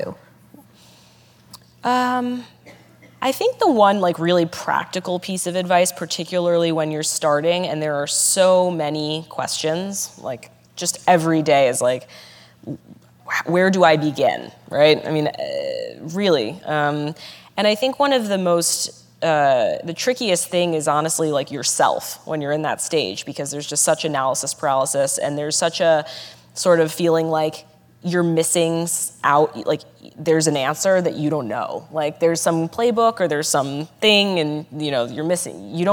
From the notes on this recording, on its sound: In this live interview from the 92nd Street Y in New York City